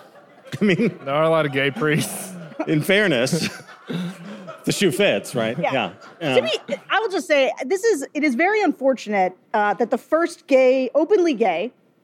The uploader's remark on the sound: Live From LA. A live show from the Avalon Hollywood.